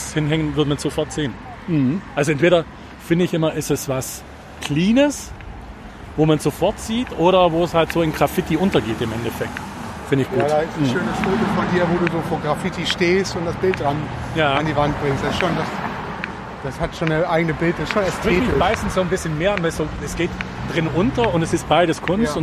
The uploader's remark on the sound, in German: Bei diesem Gang durch die Gemeinde hatten wir uns viel zu erzählen und Harburg steuerte seinen ganz eigenen Sound dazu bei.